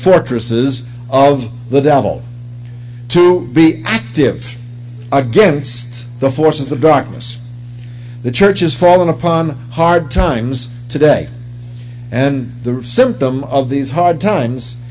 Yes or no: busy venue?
no